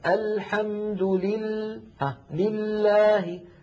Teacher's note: لاحظوا اللام ساكنة، حم الميم ساكنة، فزمن اللام وزمن الميم واحد. يعني لا يصح إنسان أن يقول مثلا الحمد لله أن يطول الميم هكذا زيادة، لابد أن تكون أن يكون زمنها بقدر زمن اللام.